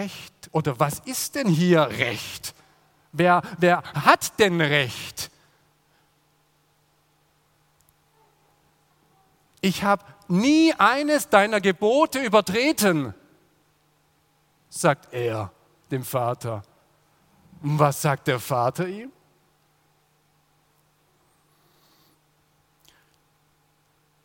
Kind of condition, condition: setting, large echoing room